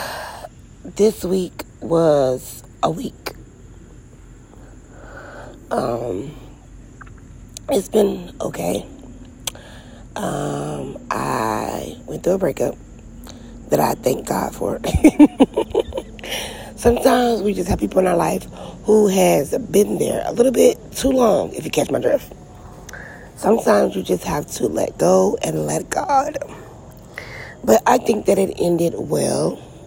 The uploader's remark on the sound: Just outside at the end of the driveway having a little me time.